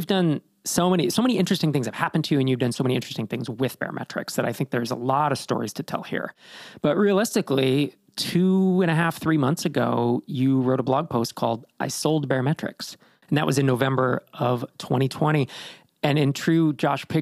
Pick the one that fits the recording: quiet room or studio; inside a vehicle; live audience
quiet room or studio